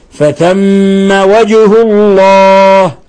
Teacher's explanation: في عندنا ميم مشددة فثم حكم التجويدي حرف غنة مشدد نضغط على الميم نعطيها غنة مقدارها حركتين فثم والجيم نقلقلها لأنها مقلقلة ساكنة لأنها ساكنة تقلقل وهي من حروف قطب جد.